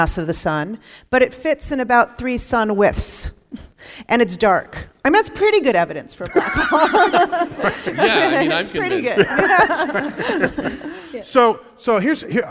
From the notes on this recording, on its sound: Recorded live at the Count Basie Theatre, Red Bank, NJ.